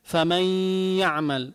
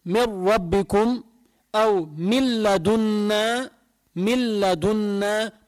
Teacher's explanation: لما عم بدغم عم يطلع معي غنة من الأنف · Shown in: first take · Term: إدغام بغنة